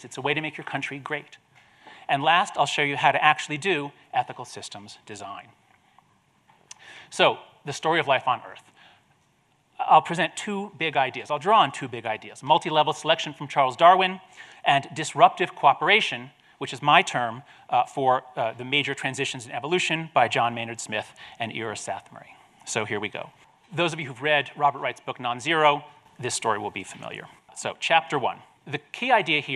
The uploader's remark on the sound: This episode features his lecture at the Aspen Ideas Festival.